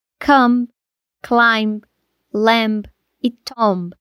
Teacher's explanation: Todas essas terminam com MB, mas o B some na hora de pronunciar. · Term: silenciosa